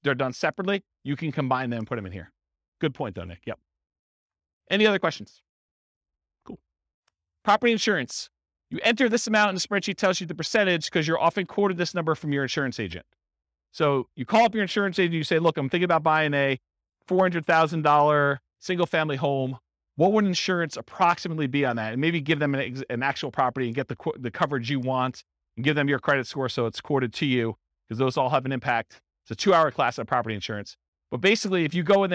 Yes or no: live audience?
yes